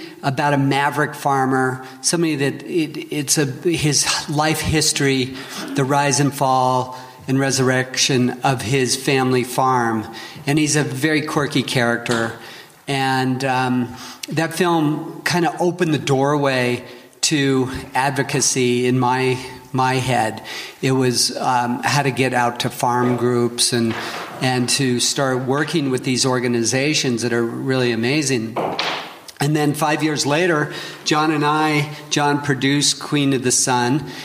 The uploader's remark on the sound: A panel discussion that I moderated at this year’s International Wildlife Film Festival (IWFF) in Missoula, Montana!